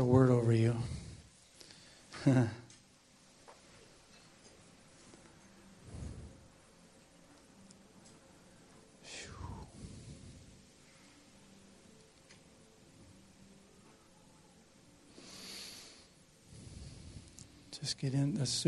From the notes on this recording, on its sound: This is an audio from the sermon we received at our visit to Mission Church in Vacaville.